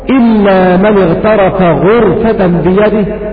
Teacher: قرأوا: إلا من اغترف غرفة بيده بضم الغين